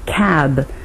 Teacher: We lengthen the sound of that vowel to show that there's a voiced consonant at the end. · Term: long and short vowels